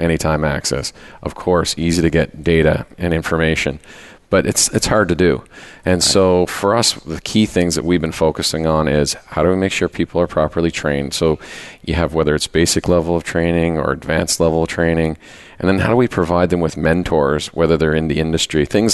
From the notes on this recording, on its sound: Live Broadcast at the The IPBC IGNITE Conference.